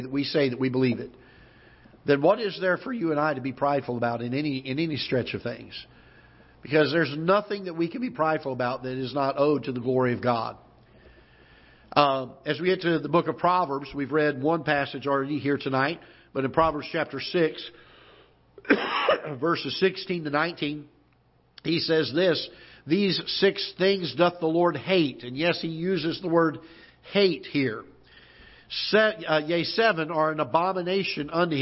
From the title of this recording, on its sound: Ketha Heights Baptist Church ~ Live Broadcast